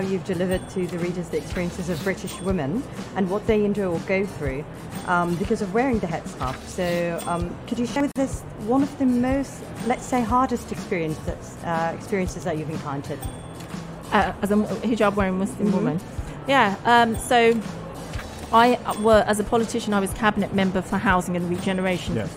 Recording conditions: busy venue